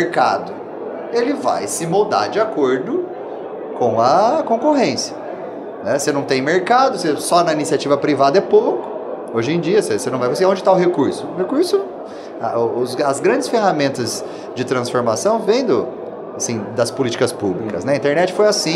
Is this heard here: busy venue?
yes